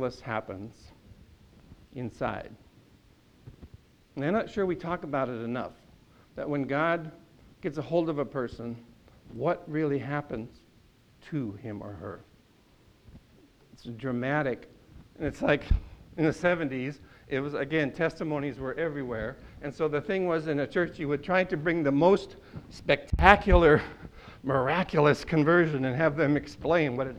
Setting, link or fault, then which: setting, large echoing room